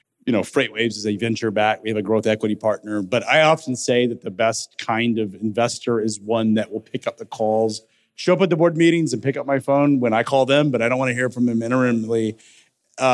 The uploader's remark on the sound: live from the Future of Supply Chain Conference in Northwest Arkansas